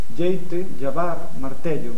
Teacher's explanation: Despois hai unha zona que palataliza, ao igual que o asturiano, palataliza o L inicial ou interior.